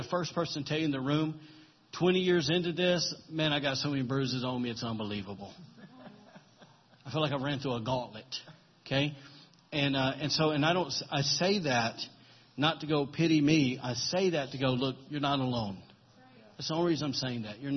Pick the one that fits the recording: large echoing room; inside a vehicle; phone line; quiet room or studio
large echoing room